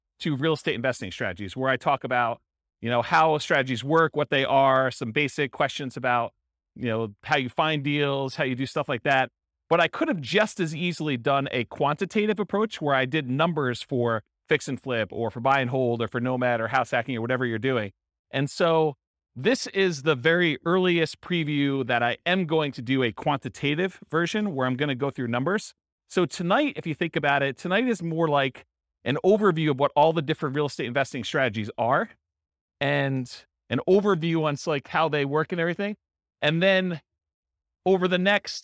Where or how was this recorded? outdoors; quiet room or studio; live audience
live audience